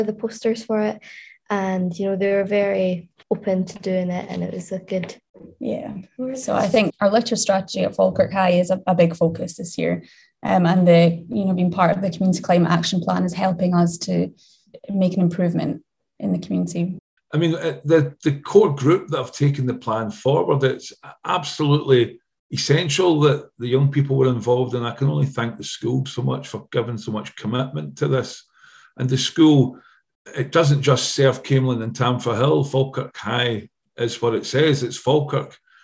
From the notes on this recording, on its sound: Last autumn, I was joined on Zoom.